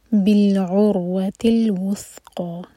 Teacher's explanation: ऐन हलक से और रॉ हैवी रॉ साकिन हैवी. बिल्उरवतिल वुस्क़ा यह था, यहाँ पर सीन की आवाज़ नहीं आनी चाहिए.